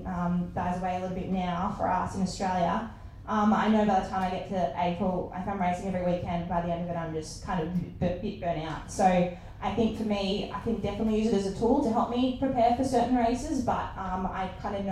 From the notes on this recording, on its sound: LIVE at the World Championships. In Perth at the 2023 ICF Ocean Racing World Championships, and we're so grateful for the crowd that turned out! The sound quality isn't perfect.